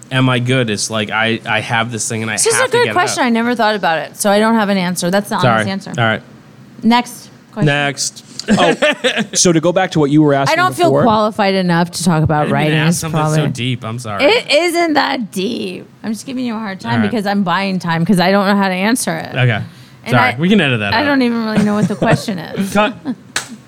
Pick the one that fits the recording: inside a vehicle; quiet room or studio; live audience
live audience